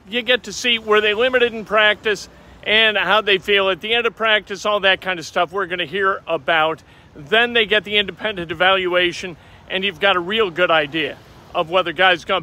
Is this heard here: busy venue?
yes